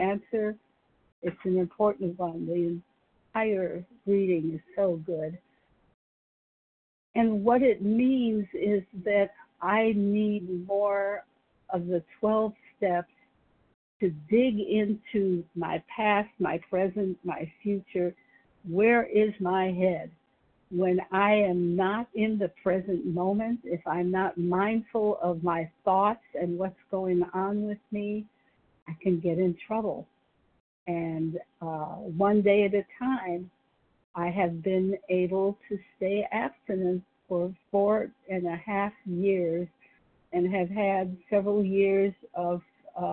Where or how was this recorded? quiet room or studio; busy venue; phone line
phone line